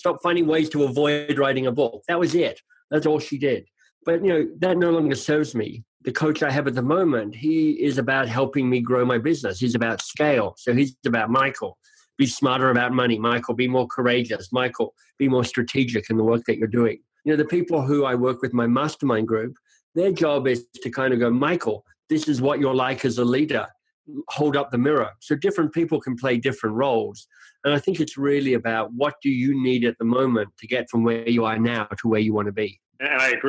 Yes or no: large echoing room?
no